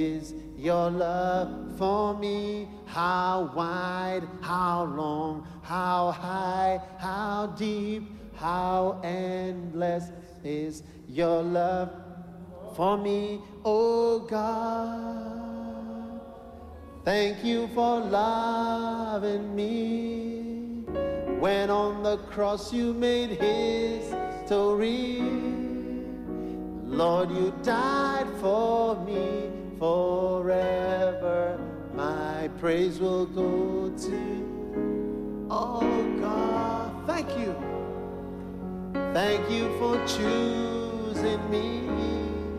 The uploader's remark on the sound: Preached at the Qodesh